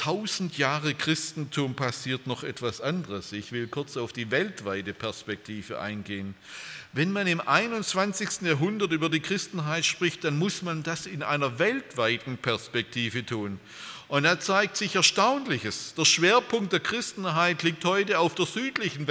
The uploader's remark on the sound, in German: Bei einer Veranstaltung der Liebenzeller Mission.